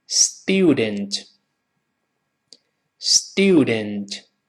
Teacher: 英式发音这个字母 u 就是发 u 这个双元音